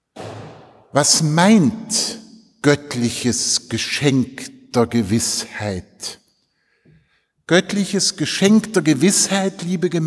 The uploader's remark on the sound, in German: im Zentralenreformationsfestgottesdienst in der Detmoler Martin-Luhter-Kirche